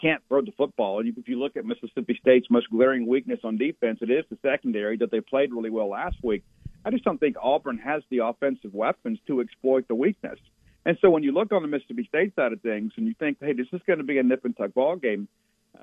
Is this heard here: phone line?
yes